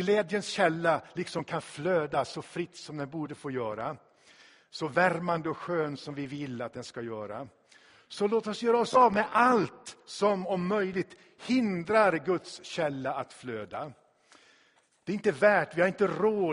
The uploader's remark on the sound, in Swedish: Inspelad i Tabernaklet i Göteborg 2016-04-03.